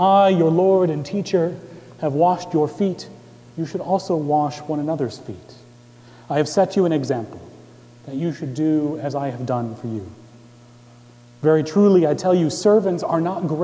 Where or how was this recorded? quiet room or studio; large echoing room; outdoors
large echoing room